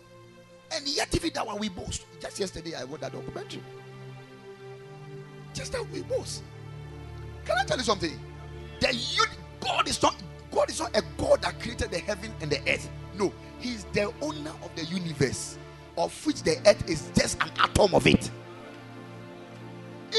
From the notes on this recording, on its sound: Preached at Ekklesia Chapel